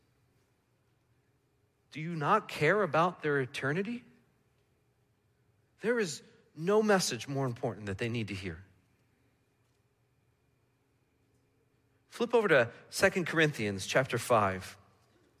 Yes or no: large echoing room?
yes